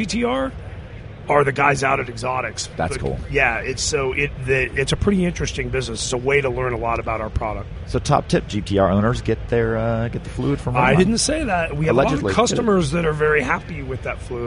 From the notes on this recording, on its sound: SEMA 2016. Live from the SEMA show floor.